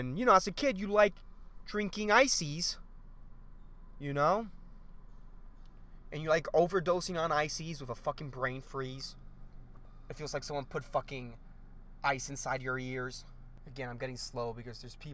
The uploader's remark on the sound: I did this episode in my car.